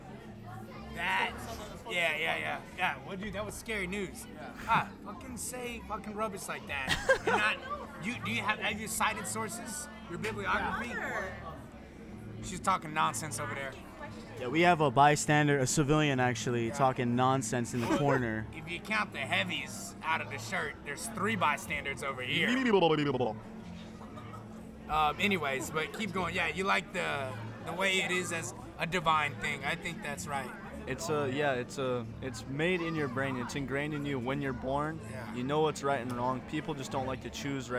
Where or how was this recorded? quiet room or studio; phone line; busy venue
busy venue